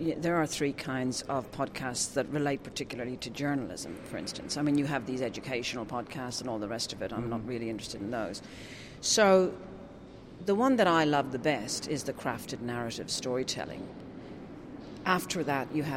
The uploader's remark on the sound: This interview, recorded last week at the GEN 2016 Summit